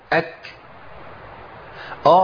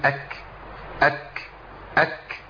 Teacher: لازم الهمس يكون في مخرج الكاف، لازم في المخرج بتاع الكاف يخرج الهمس